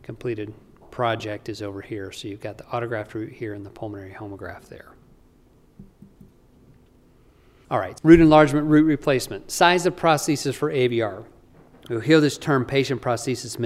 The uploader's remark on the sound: During the CORE conference in Salt Lake City, Utah - USA.